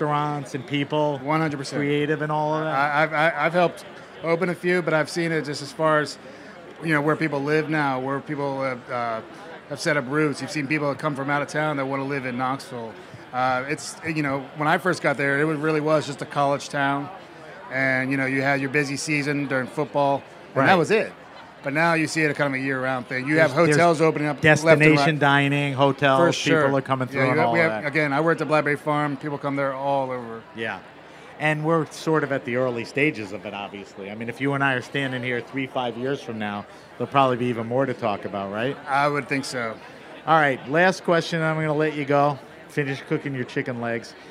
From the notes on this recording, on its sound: At Charleston Wine + Food. Over the campfire. HRN On Tour.